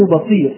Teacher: إذن اختفى التنوين حال الوقف